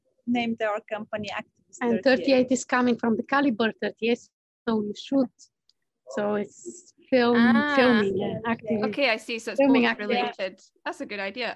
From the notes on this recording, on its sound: There were some sound and connection issues over Zoom (they were calling from Paris, not me, as it may have sounded in the intro!).